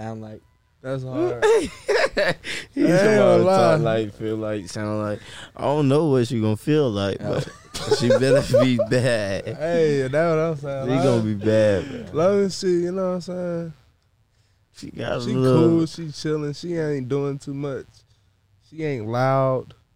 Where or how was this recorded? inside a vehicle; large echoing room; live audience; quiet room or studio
inside a vehicle